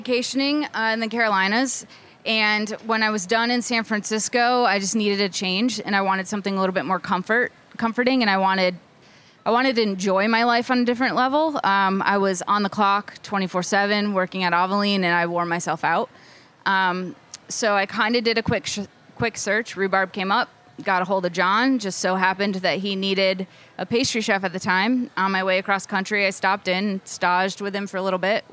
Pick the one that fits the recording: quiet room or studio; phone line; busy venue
busy venue